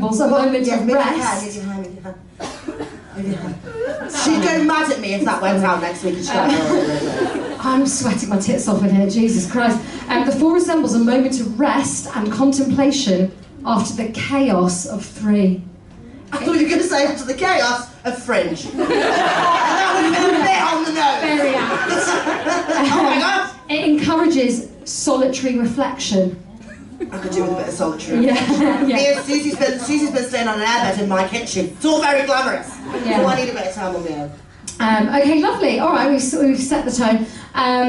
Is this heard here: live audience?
yes